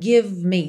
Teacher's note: Do V você vai direto pro M